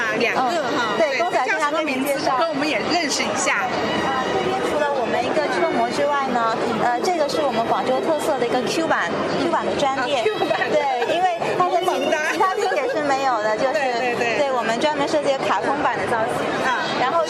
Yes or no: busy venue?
yes